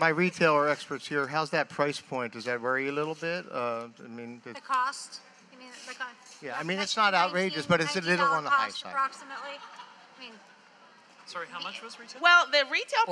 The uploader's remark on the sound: Live from the 2018 Pet Connections Expo. Before our panel of pet industry experts.